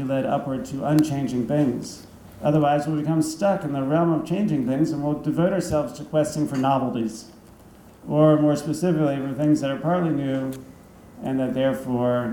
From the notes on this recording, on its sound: Thomas Aquinas Lecture at Christendom College.